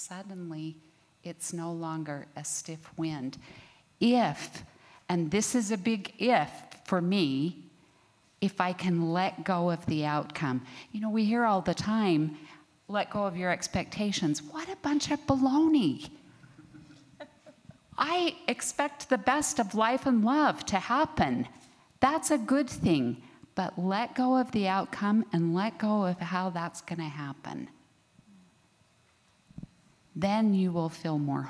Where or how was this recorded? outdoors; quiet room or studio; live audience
live audience